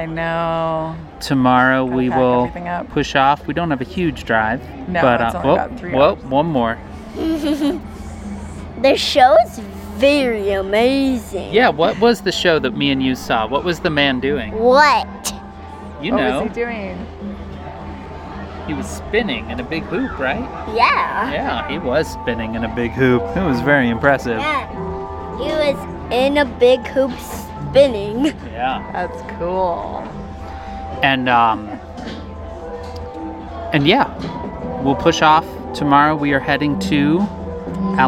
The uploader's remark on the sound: Recorded live from a secluded corner of Meow Wolf, this episode features the whole family talking about this extraordinary art experience in Santa Fe. They decided to bring a mic along.